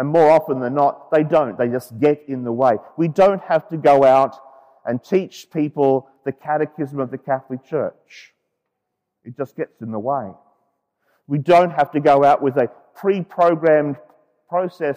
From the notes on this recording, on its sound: The homily for the 15h Sunday in Ordinary Time, Year B, from Sacred Heart Cathedral, Hamilton.